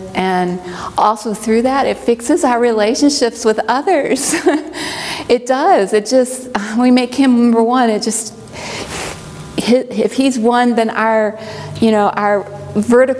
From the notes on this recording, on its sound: presentation from the Bible study training track at the 2023 Propel Conference